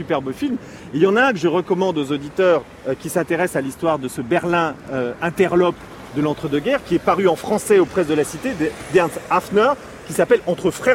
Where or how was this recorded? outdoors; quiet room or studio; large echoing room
outdoors